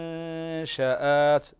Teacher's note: بس انتبه يا شيخ الإخفاء عندنا النون الساكنة كما ذكرنا بعدها حرف الشين والشين من حروف الإخفاء الحقيقي فتخفي النون الساكنة عند حرف الشين كما سبق أن قرأنا المنشآت والغنة تكون بمقدار حركتين